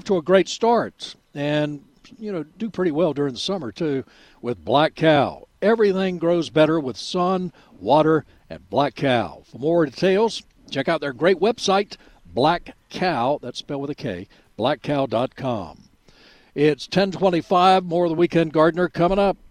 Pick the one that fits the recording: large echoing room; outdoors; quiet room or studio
outdoors